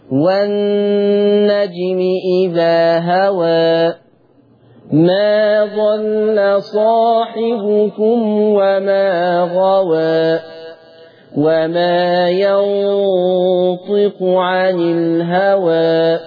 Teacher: نلاحظ تقليل رؤوس الآية قولا واحدة، كل رؤوس الآية اللي انت واقف عليها دي قللتها